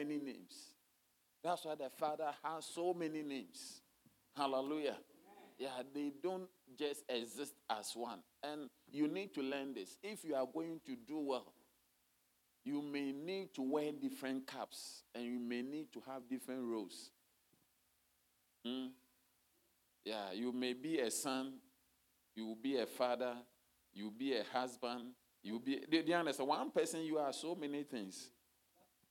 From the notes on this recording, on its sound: Sermon delivered on Sunday, December 24, 2023, at Strong Christian Church in Cape Town, South Africa.